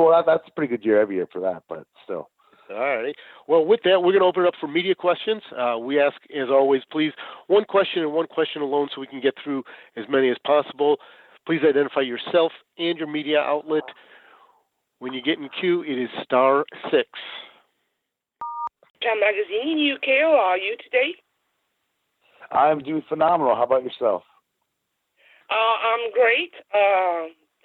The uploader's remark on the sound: This is the full audio from the August 29, 2019 Impact Wrestling Media Call.